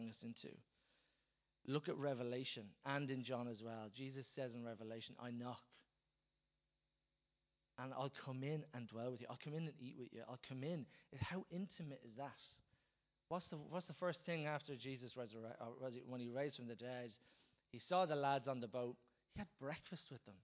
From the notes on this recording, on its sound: Recorded live at Liberty Church on 28th April 2019